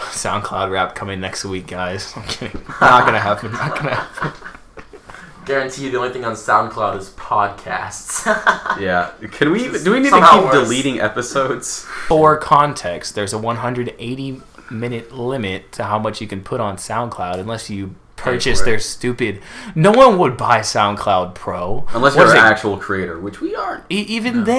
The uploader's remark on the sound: We jinxed ourselves on the mic quality, sigh...